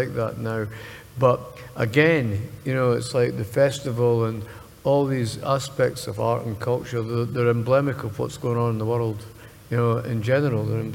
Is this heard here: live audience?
yes